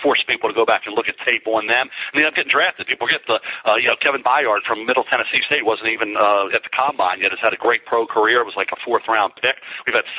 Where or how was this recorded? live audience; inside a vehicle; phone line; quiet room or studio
phone line